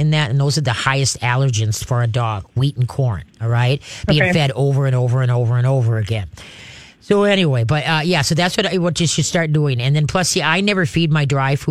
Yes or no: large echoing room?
no